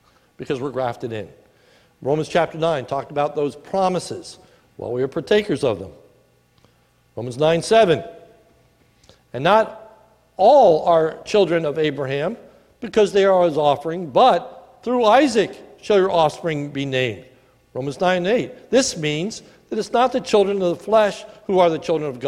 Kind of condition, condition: setting, large echoing room